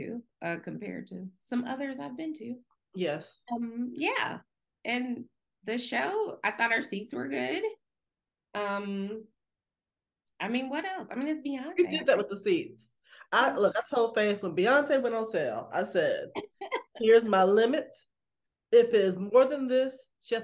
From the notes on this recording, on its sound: Back on zoom.